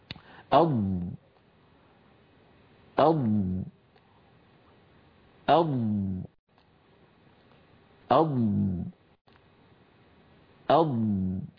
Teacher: صوت الضاد يستطيل وأن صوتها الرخو يجري قليلا كبقية الحروف الرخوة · Term: الاستطالة